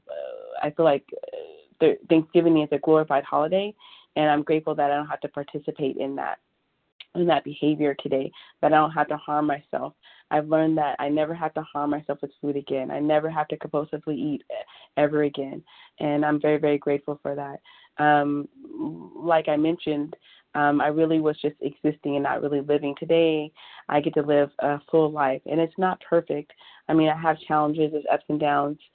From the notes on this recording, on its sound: 100 Pounders Phone Meeting